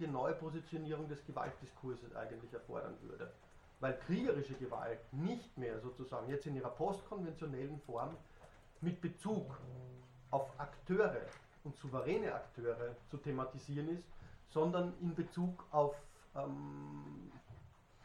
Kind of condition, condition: setting, large echoing room